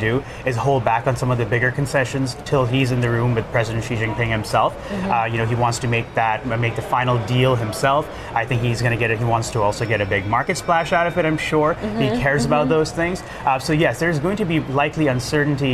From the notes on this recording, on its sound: live from The New York Stock Exchange